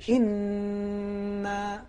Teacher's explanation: چونکہ انا میں تشدید ہے نون پر جی، لہٰذا حتماً ہمارے لیے ضروری ہے کہ ہم اس نون کو کھینچیں. انا، اگر ہم جلدی ادا کر کے گزر جائیں جی جی بالکل، انا اسی طریقے سے ناقص ہوگا. · Term: غنے کا کھینچنا